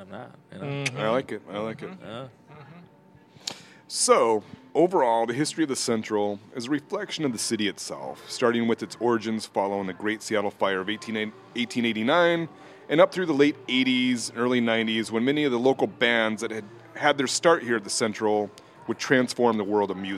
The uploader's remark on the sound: In one of Seattle's oldest bars, the Central Saloon in historic Pioneer Square. Recorded live at the Central Saloon on 05/19/2022.